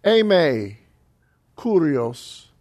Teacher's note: The conjunction a is a proclitic. It has no accent.